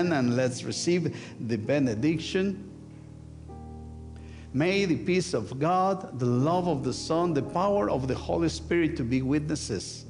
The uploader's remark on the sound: Sunday worship service of First United Methodist Church of Pacoima, recorded live on July 30, 2023. We are located at 12550 Van Nuys Blvd.